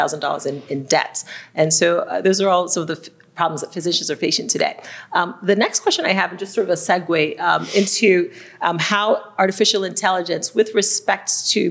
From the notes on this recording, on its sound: This livestream was recorded on August 25, 2023, at the SF Derm Society Eczema Symposium and 100 year Celebration